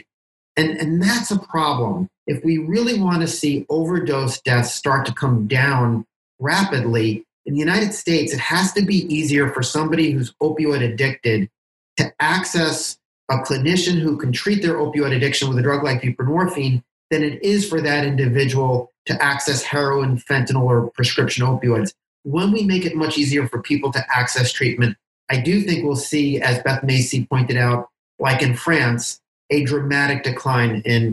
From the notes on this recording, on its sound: meeting online for last week’s live webinar